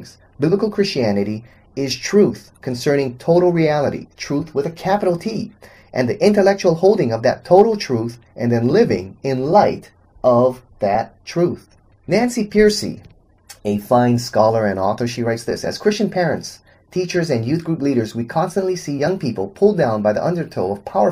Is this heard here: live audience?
no